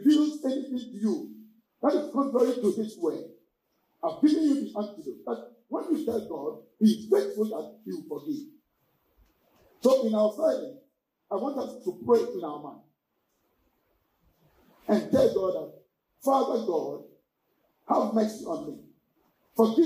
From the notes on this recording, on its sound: Sermon delivered at English Assebly